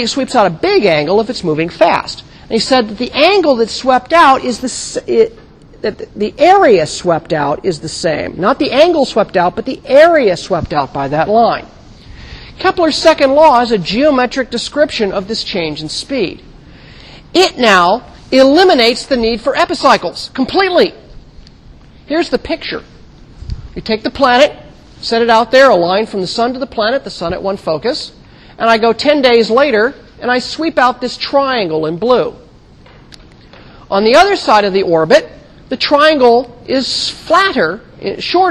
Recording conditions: large echoing room